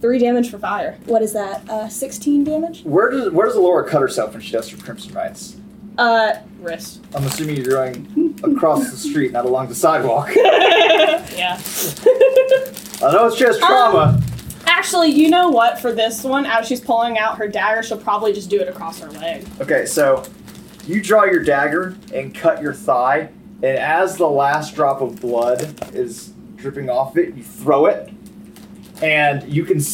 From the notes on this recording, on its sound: Thank you for your patience on our audio quality! Hopefully from this episode on the quality should be much better!